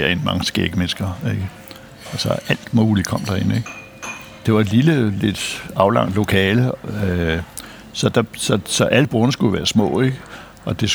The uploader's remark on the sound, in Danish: Optaget på Nimb Brasserie, Tivoli, København.